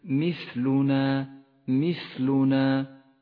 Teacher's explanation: صفة الهمس لحرف الثاء في كلمة مثلنا، مثلنا، أجري النفس معه لأنه حرف ضعيف من دون الهمس.